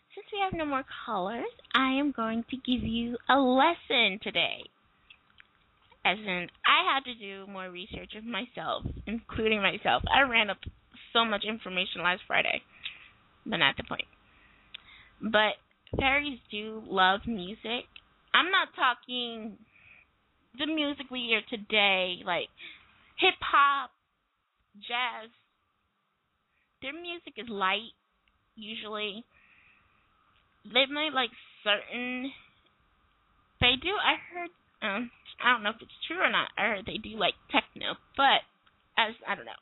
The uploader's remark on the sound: live callers